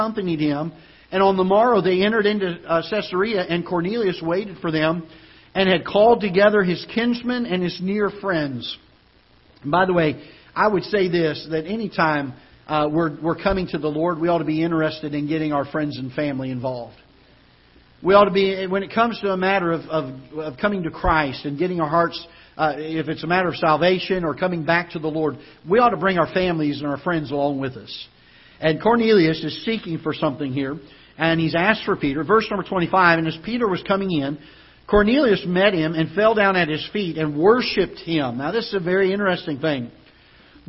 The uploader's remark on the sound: Ketha Heights Baptist Church ~ Live Broadcast